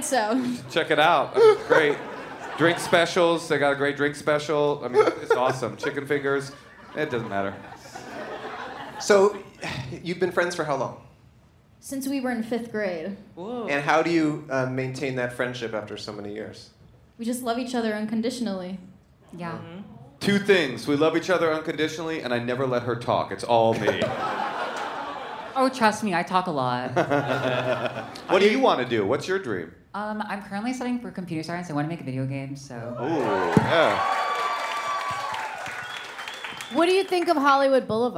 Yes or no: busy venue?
yes